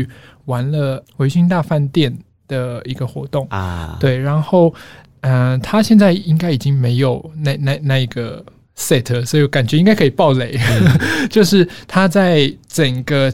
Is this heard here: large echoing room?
no